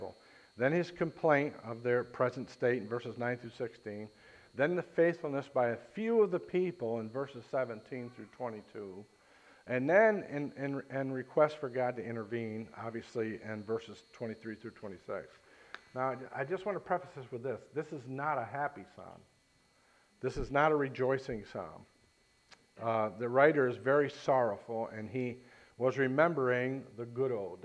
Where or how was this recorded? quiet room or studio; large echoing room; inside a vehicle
large echoing room